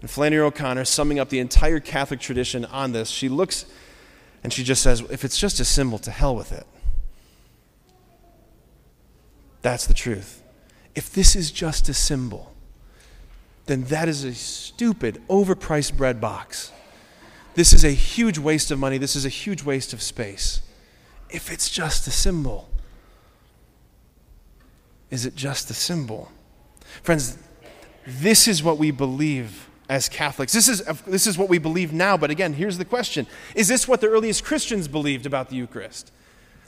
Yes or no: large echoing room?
yes